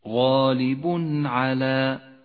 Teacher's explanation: وأخيرا حكم الإظهار في قوله تعالى: والله غالب على أمره، غالب على، التنوين وبعده حرف العين، يظهر التنوين من غير غنة أو تشديد